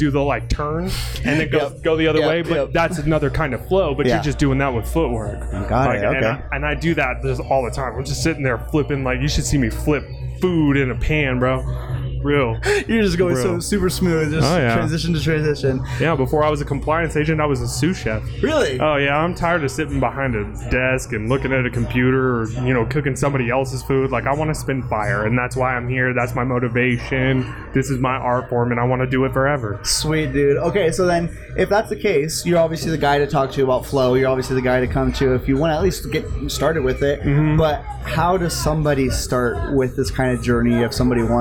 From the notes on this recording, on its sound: This podcast was recorded at the Rapunzel Salon and Spa in Boise, Idaho live. The event was a 21+ Trunk or Treat where local businesses, and community members came together to have a good time enjoying what Boise has to offer.